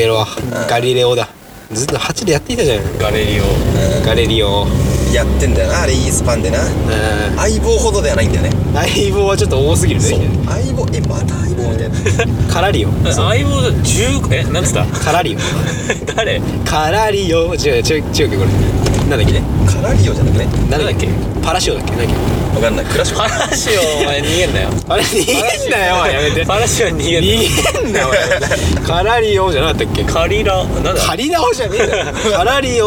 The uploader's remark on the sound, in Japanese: 車内のため少し音声が悪くなっております。